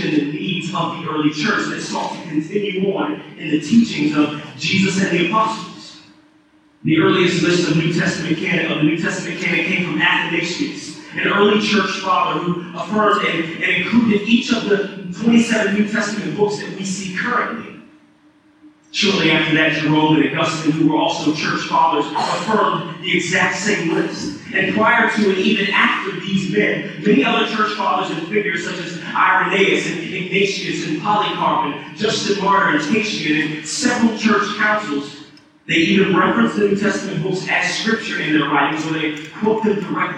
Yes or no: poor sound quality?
yes